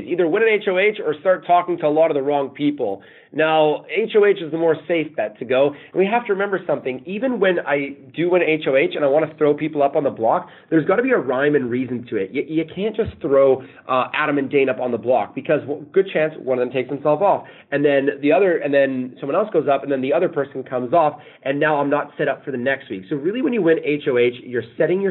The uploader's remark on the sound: Phone Interview